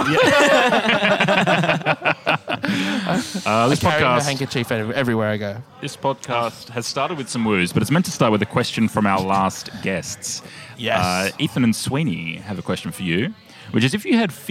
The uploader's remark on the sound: Recorded at Comedy Republic. Live and unedited with the who's who of comedy. Recorded at Comedy Republic.